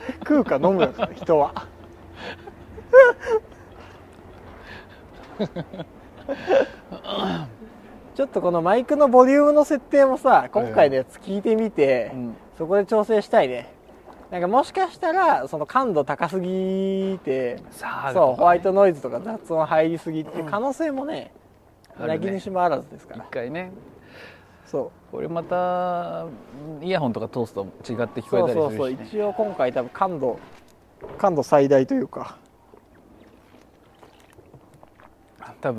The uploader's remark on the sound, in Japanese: 実験回 新機材で夜の街に繰り出そう(音質修正版)。